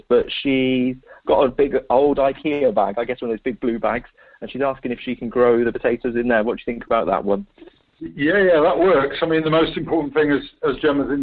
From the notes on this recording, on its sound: This episode is recorded over the phone!